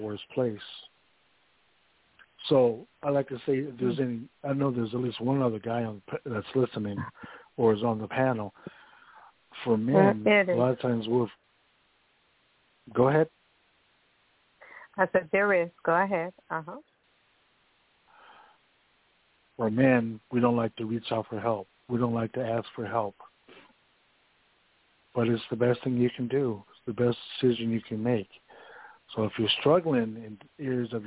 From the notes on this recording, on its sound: Those who call in will form a panel